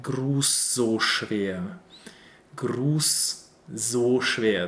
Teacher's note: The grus is followed by a voiced S sound. So we have an unvoiced S sound and a voiced S sound.